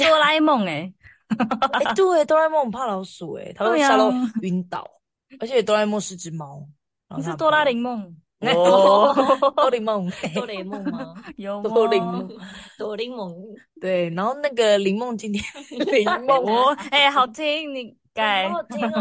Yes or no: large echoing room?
no